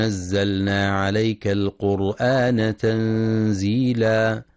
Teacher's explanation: ينتبه القارئ لإظهار اللام في كلمة نزلنا وعدم الإدغام، فلا يقرأ نزلنا.